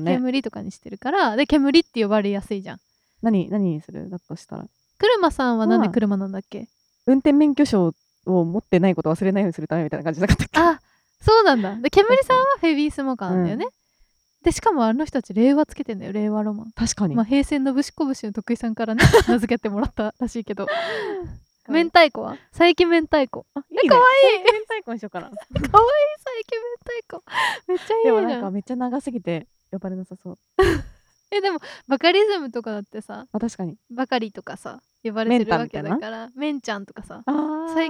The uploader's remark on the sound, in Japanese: 公園収録なので鈴虫がすごいです。